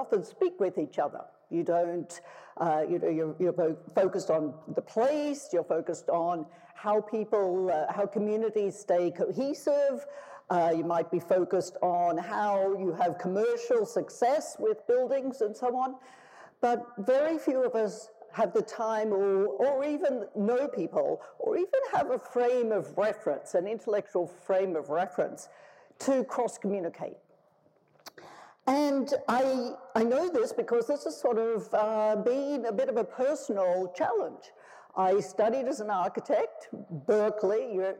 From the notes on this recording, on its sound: tells the audience at the Festival of Place